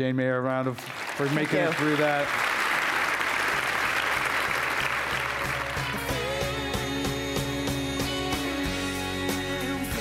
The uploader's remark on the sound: This program was recorded in front of a live audience at the Louis B. Mayer Theatre at Santa Clara University on April 4, 2017.